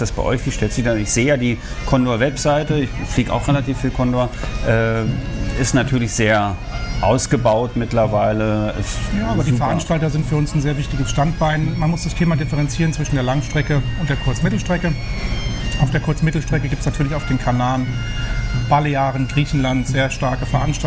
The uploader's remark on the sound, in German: Condor auf den Counterdays live Mallorca 2021. Die Live Counter Days auf Mallorca 2021. Oktober fand eines der ersten großen touristischen Live-Events statt.